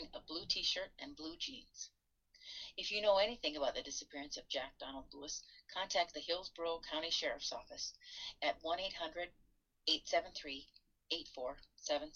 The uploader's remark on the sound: Please bear with us as we figure out the logistics of recording while Stay At Home orders are in place due to COVID-19. Sound quality for this recording is not the best.